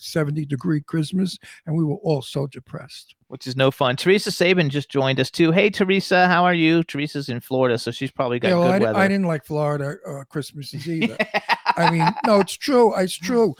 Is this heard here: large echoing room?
no